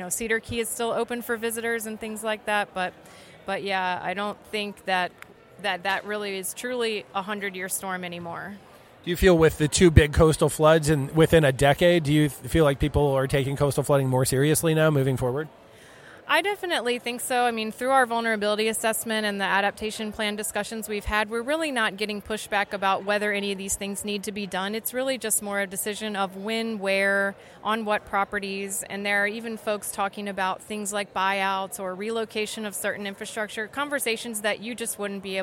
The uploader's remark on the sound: Gulf of Mexico Conference in Tampa, Florida. They were recorded at the Gulf of Mexico Conference, which brought together more than 1100 professionals to share the latest research and best practices, in Tampa, Florida.